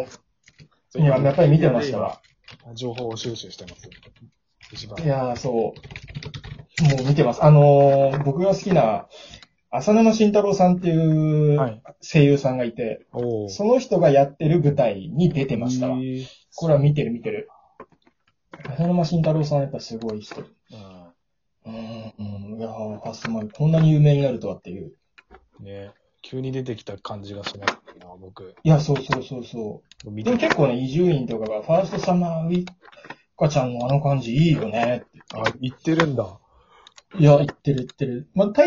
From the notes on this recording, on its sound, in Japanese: リモート収録